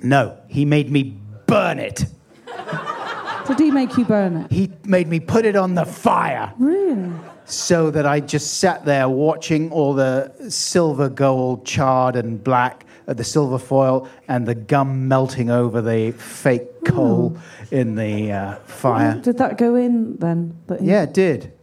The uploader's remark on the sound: Recorded live at The End Of The Road Festival.